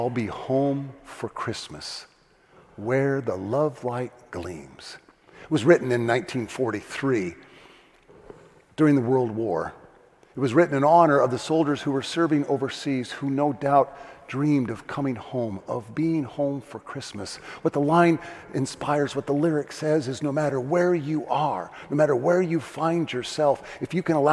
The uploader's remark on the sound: First Community Church. Delivers his Christmas Eve Sermon "Rejoice" from the 9PM Festival of Lessons and Carols Service.